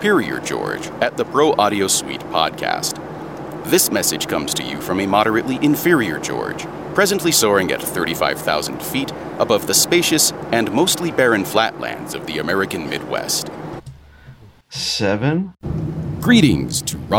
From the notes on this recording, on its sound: Try recording something on a plane and seeing what Clarity could do with it. Recorded some dialogue on a flight across the Mid West of the US.